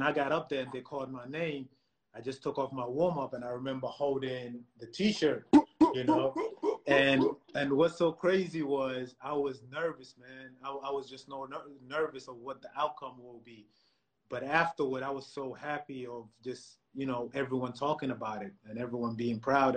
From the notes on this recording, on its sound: a series of live discussions, hosted on Instagram Live